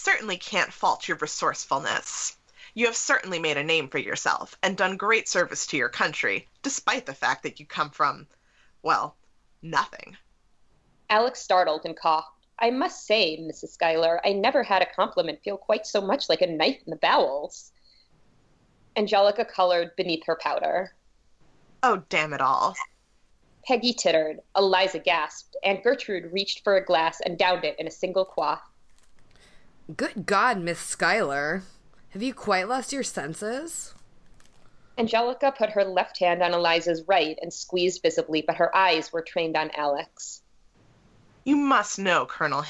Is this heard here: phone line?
no